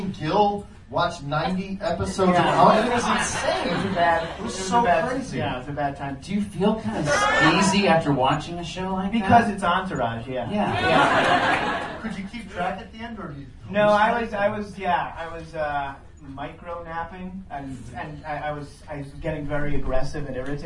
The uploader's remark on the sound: Live from DCM18: The Del Close Marathon